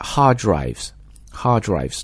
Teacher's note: hard drives 第一个 D 就基本听不到了啊